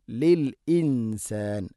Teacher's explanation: നൂനിനെ അവ്യക്തമാക്കി മണിക്കണം, ഇഖ്ഫാ ബിഗുന്നയാണത്.